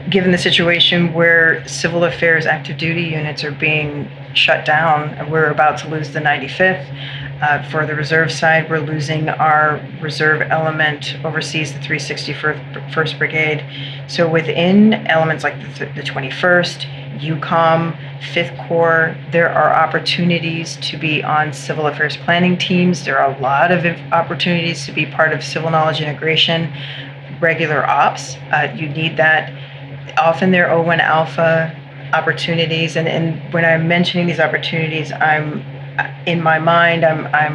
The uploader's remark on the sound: In this episode, we set up a new remote studio. It was the first run, so you will hear some background noise.